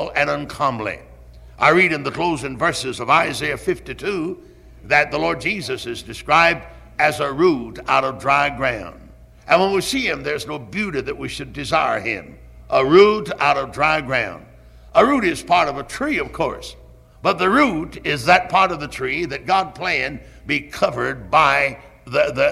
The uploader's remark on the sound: Originally preached at Tabernacle Baptist Church in Greenville, SC on March 3, 1974.